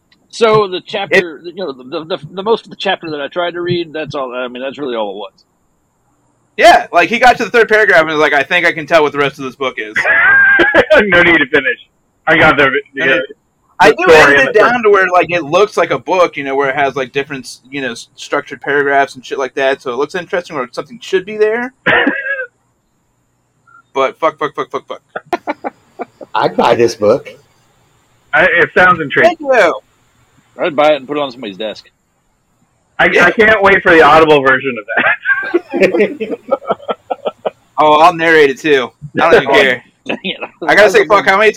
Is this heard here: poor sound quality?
yes